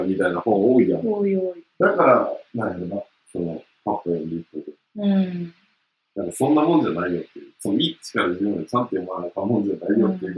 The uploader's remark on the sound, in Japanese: 音声が悪くてすみません。